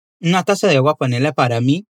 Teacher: Ojo, taça, ainda que se escreva com o Z, não se pronuncia como em português, pois a letra Z em espanhol tem o som de S